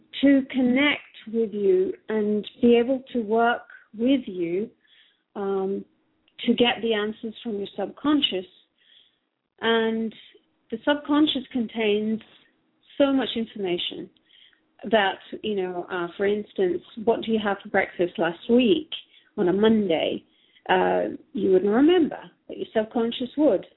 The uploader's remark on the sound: Takes your calls for healing live today!